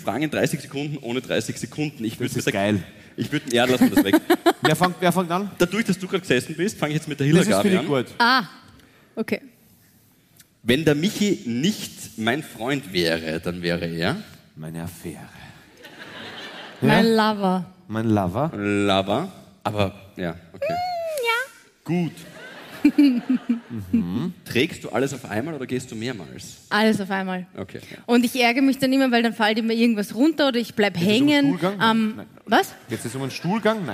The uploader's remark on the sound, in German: Hier kommt die LIVE Aufzeichnung vom 27.11.2023 aus Leonding - natürlich nur die erste Hälfte.